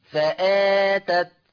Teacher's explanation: لفظ فآتت مد بدل مقداره القصر والتوسط والإشباع